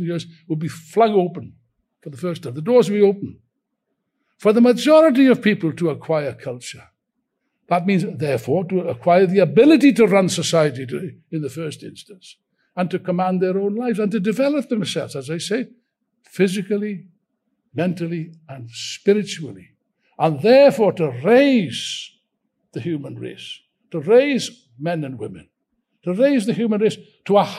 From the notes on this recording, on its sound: taken from the opening rally of the recent Revolution Festival